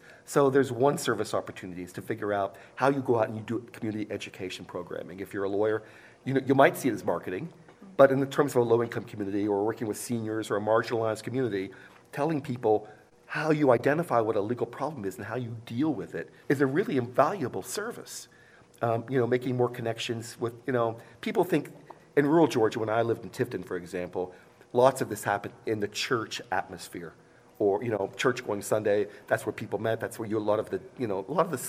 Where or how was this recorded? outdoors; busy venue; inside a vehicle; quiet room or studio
busy venue